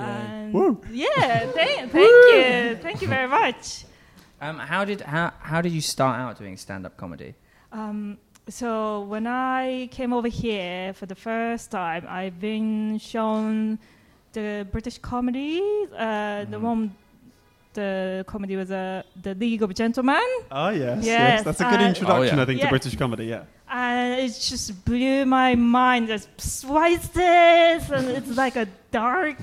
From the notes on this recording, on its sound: This episode was recorded at the Leyton Technical on 7th July 2019.